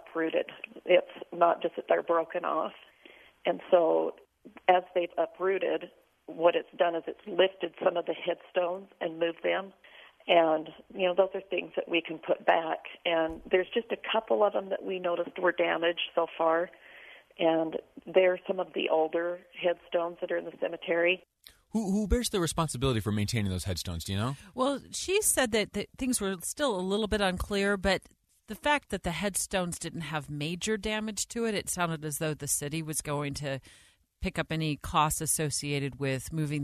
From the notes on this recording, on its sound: live calls from listeners